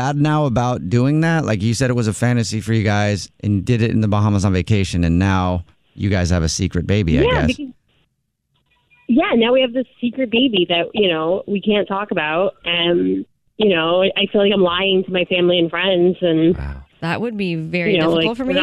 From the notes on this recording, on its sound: called into The Jubal Show